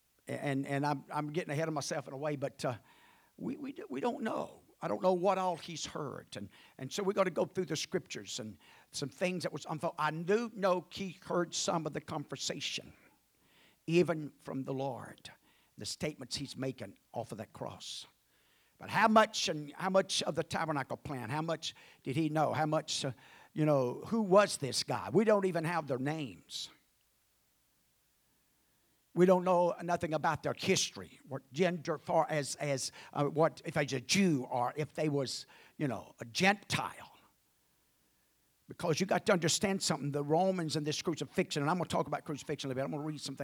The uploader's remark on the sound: at the First Jesus Name Church of Benndale on the Sunday morning of 6-25-2023